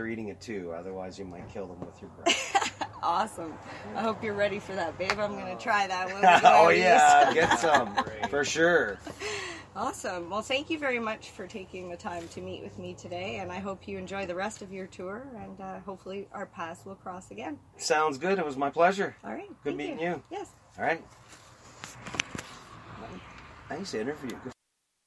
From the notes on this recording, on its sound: Broadcasting LIVE from Ganjahnistas's Social Club